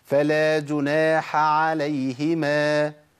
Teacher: كاني ابدلت الحاء بعين ومنعت عنها النفس عشان الحرف اللي بعديها اقوى منها